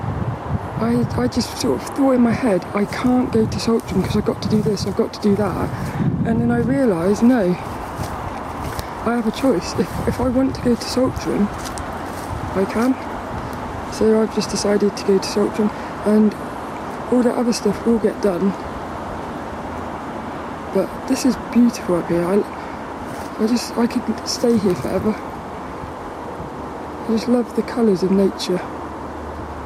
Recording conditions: outdoors